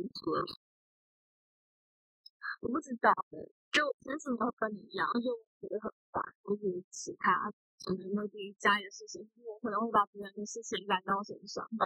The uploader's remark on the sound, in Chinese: 因為在室外錄音，聲音有點爆，建議開小聲一點